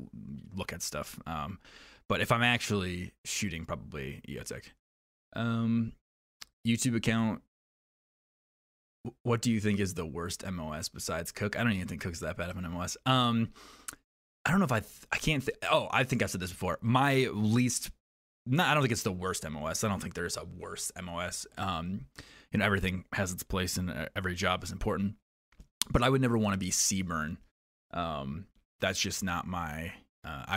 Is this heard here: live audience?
no